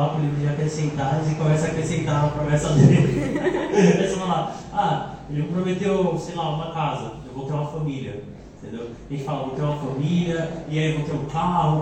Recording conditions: large echoing room